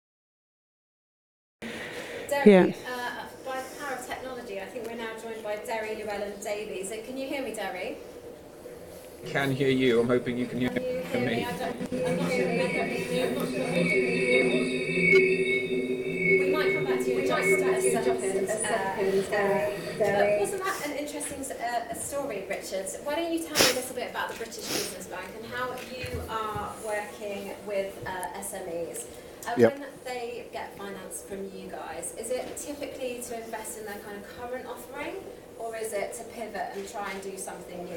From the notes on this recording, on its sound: Spoke on the first day of Elite Business on 10 March for the Financial Management panel discussion.